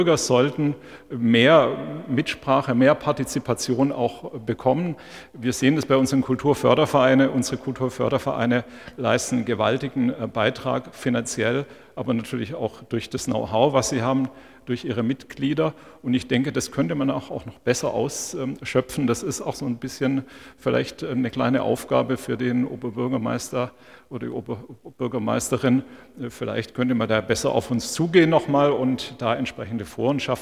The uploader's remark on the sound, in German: Podiumsdiskussion vom Dachverband Kultur e.V. Sie hören die leicht gekürzte Fassung des Mitschnitts.